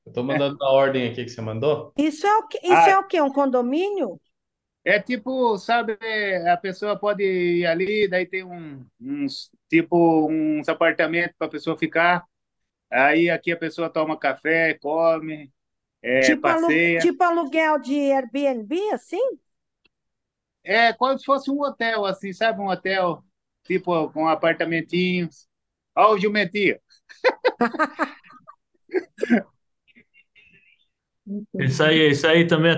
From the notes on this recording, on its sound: zoom meeting